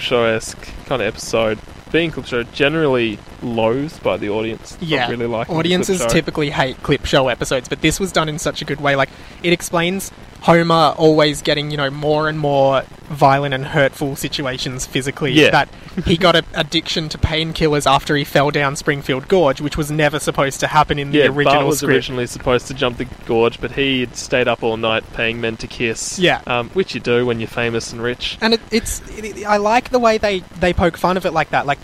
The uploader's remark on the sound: With a live audience. Apologies for the static sound, it was the best sound we could achieve from the Outside Broadcast Equipment.